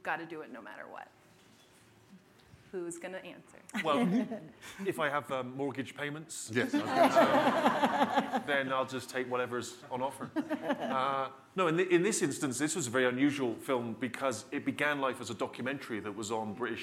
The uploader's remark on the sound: This episode was recorded on January 27, 2019, in front of a live audience at the SundanceTV HQ on Main Street in Park City, UT during the 2019 Sundance Film Festival.